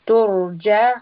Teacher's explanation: Turja'un, again we have the letter ayn. Ayn is from the throat, you should feel a movement of the throat. Turja'un. And we end with a four count med, and there is also noon with a sukun, so this is a letter of tawassut.